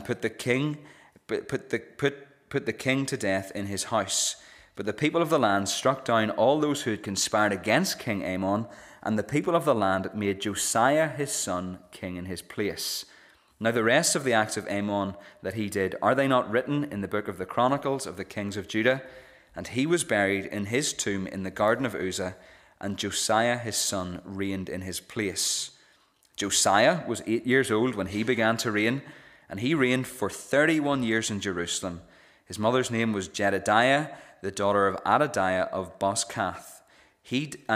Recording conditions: large echoing room